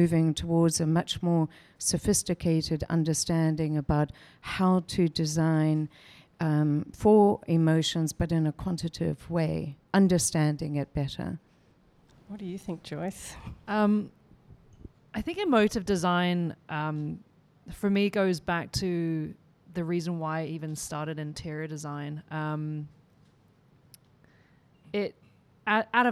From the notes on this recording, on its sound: Recorded before a live audience. In Hong Kong.